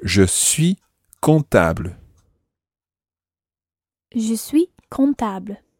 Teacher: You don't pronounce the last S of je suis